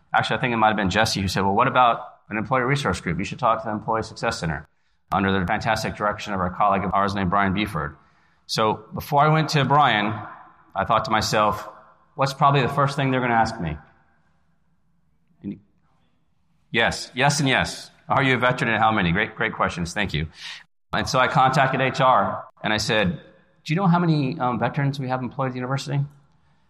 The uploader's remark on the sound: This episode was recorded with a live audience at the 2024 NASPA Symposium on Military-Connected Students in Louisville, Kentucky.